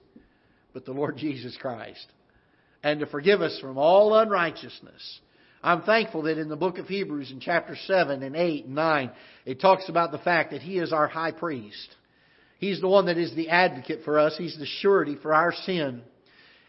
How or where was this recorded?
large echoing room